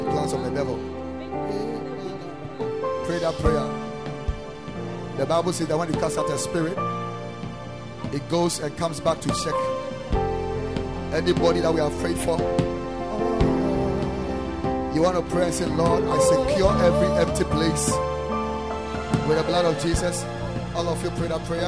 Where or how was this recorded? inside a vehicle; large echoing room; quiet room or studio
large echoing room